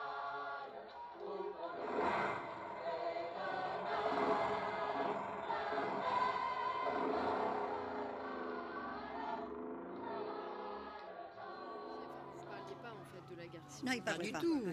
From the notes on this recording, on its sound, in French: Petit immersion parmis les spectateurs du Festival International du film d'histoire qui a lieu chaque année au cinéma Jean Eustache , à Pessac. Les discussions vont bon train entre les projections. Nous nous asseyons dans la salle obscure avec ce public haletant, dans l'attente du générique et des premiers chants révolutionnaires qui font vibrer chaque corps dans la salle...